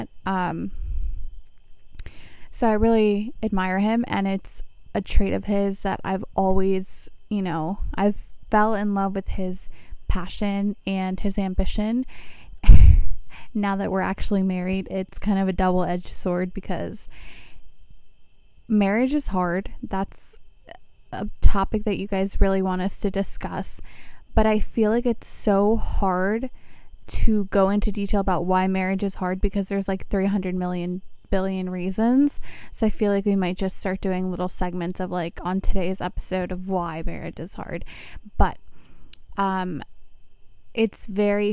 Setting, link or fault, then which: setting, outdoors